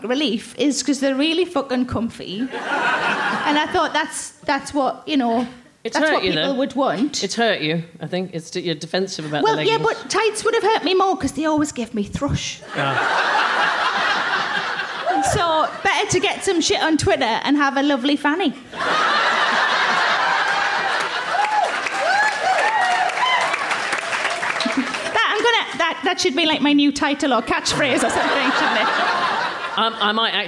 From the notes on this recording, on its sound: Recorded at Leicester Square Theatre on January 11, 2017.